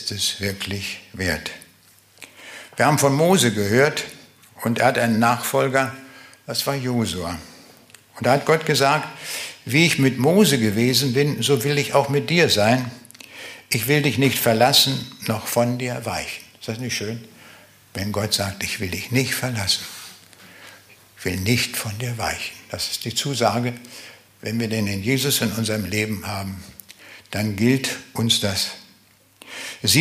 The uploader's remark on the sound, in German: Live Mitschnitt in Zavelstein.